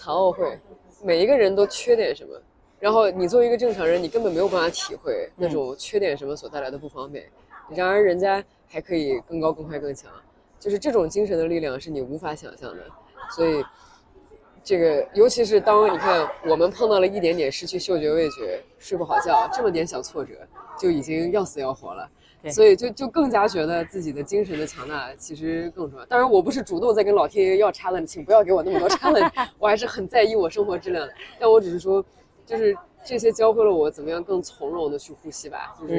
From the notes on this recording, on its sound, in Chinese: 本次录制因为约在了一个咖啡馆，有一些风声和饭店背景的声音，请见谅！最后结束的时候略显仓促，是因为我们另外一位高中的姐妹非常准时地赴约来吃饭，请不要介意～。